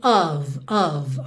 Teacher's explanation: Of, OF, você já sabe que esse F sempre vai ter som de V, ok? E esse O não é um O bem redondinho, ele é ali uma mistura com aquele som bobo uh, Uh. Então a gente tem of, of, ok?